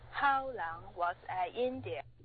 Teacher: was 跟 I 要连读， I 跟 in 也需要添加连读